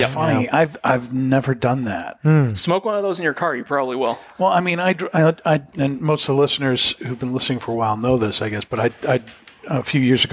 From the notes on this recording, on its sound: As we broadcast live on location from Studio 21 Podcast Cafe high above Two Guys Smoke Shop in Salem, New Hampshire on the United Podcast Network.